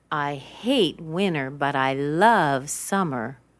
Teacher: hate contrasts with love. So I'm contrasting these two words. I'm saying them very strong. · Term: contrastive stress